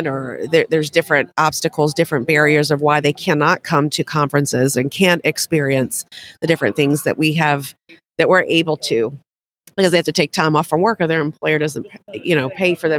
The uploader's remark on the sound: The Dental Handoff LIVE from SmileCon.